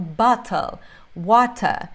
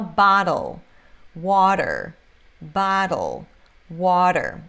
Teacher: se você estiver na Inglaterra, você vai ouvir esse T bem pronunciado · Shown in: first take